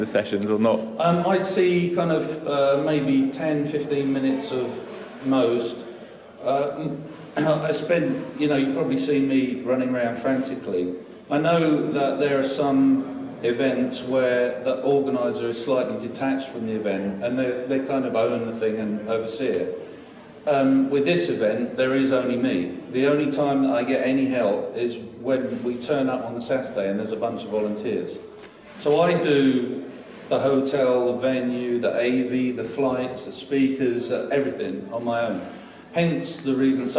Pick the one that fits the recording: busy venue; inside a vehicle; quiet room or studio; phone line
busy venue